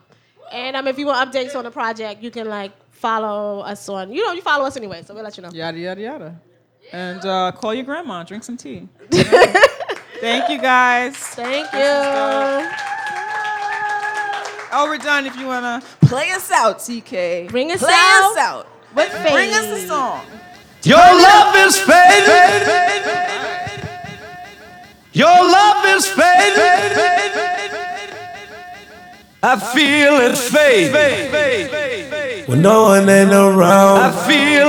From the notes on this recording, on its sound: We did our first live show! The audio from our first live show! Pinkies up to Bondfire Radio for including us in their 3rd Annual Bondfire Radio Audio Festival!